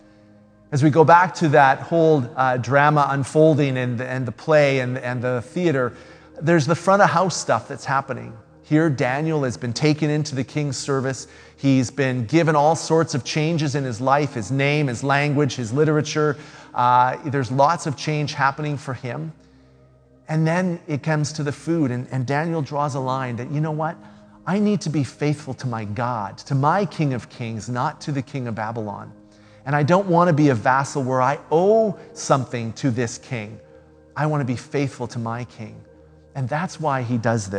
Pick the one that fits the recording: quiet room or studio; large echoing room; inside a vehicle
large echoing room